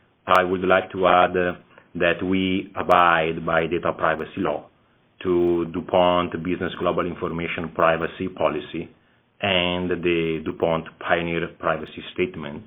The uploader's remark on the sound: Via teleconference.